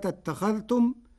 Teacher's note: قرأ ورش كلمة اتخذتم بإدغام الذال في التاء فتصير ثم اتخذتم، والإدغام والإظهار لغتان عند العرب.